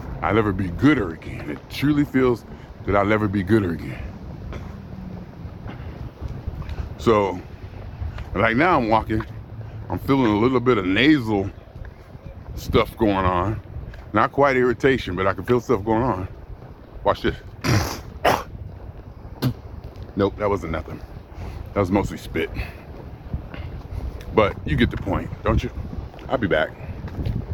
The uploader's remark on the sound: Me Walking Talking